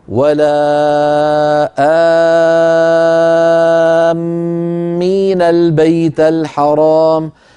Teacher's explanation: لما أقول آمين انظروا إلى هذه الألف إن نظرنا إليها مع الهمزة قبلها فهذا مد بدل، والبدل يمد بمقدار حركتين، وإن نظرنا إليها مع الميم المشددة التي بعدها هذا مد لازم كلمي مثقل يمد بمقدار 6 حركات